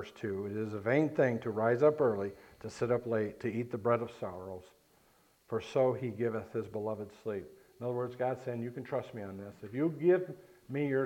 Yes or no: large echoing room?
yes